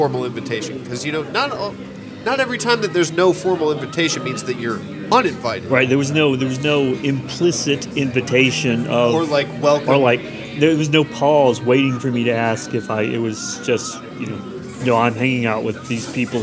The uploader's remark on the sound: Live at Starbucks